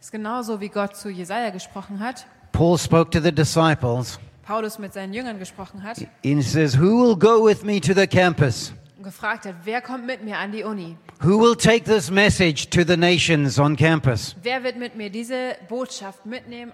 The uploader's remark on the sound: Saturday Evening Session of the 2023 Every Nation Campus Conference hosted by Every Nation Berlin